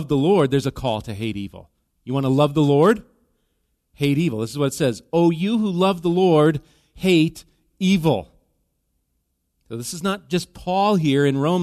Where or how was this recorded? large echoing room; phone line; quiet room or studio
large echoing room